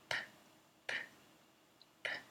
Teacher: So the P is voiceless.